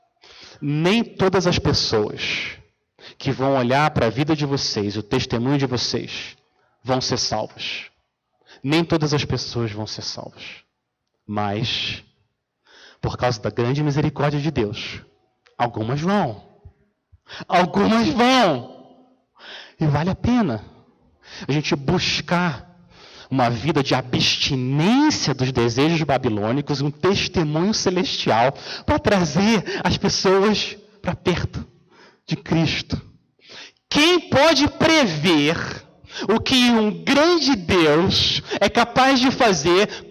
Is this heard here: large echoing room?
yes